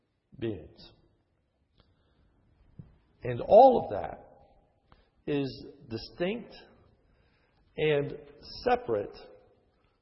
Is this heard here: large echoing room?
yes